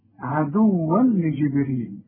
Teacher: كل تنوين بعده لام ما تغنش. العلماء بيسموه ايه؟ ادغام كامل بدون غنه.